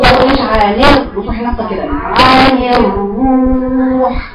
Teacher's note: عن الروح دي راء مضمومة أيضا مفخمة